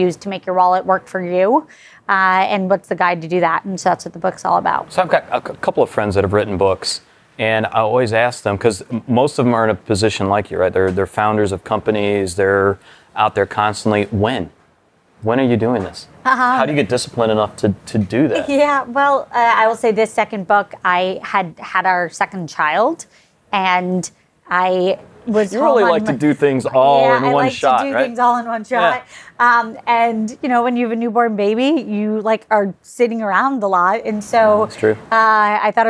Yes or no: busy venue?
yes